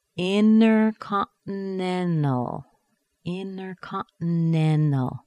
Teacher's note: And now we've got an N-T-A-L at the very end. That A-L is a weak syllable, so the T is gone. N plus T plus a weak syllable.